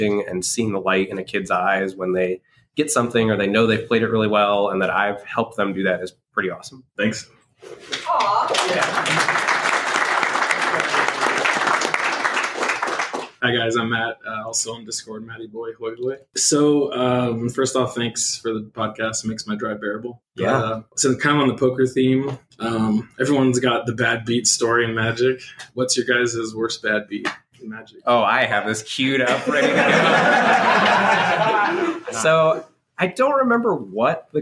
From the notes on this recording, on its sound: Live from GP Las Vegas. We take listener questions from our live studio audience.